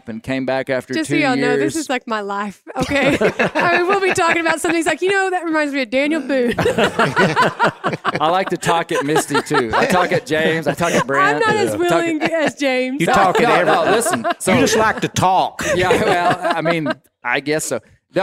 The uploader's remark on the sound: LIVE at the Bonanza. LIVE, for the first, from the Black Bear Bonanza in Northwest Arkansas.